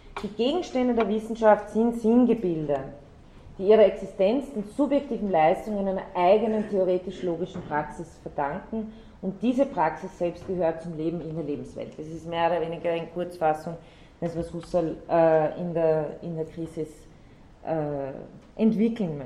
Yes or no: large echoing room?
yes